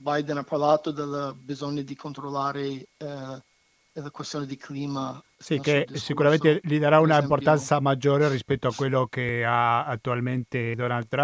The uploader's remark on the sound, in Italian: Abbiamo al telefono.